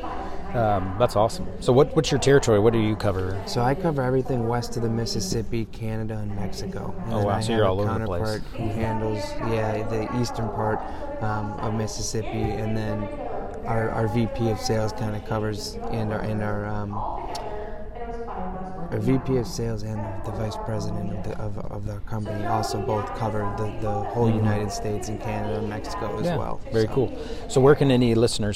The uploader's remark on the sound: VPPPA Live Conference Podcast Interview. Broadway Ergonomics had the opportunity to participate in the Region 7 VPPPA conference this past June held in Branson, Missouri. As part of our exhibitor booth, we interviewed attendees of the conference for the podcast.